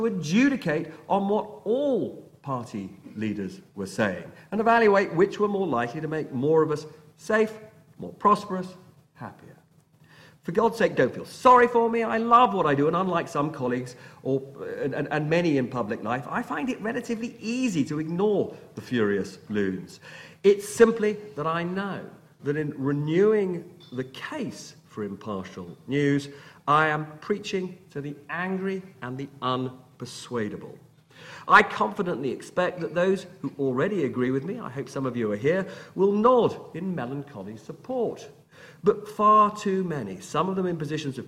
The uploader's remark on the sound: a recording of the Hugh Cudlipp lecture at City, University of London